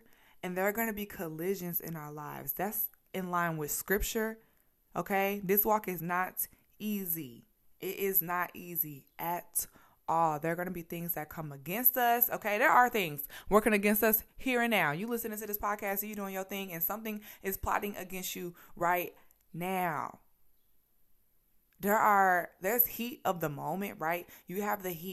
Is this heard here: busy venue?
no